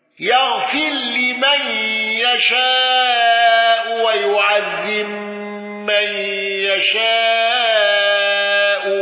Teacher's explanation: الأزرق بالإشباع والنقل وترقيق الراء في كلمة يغفر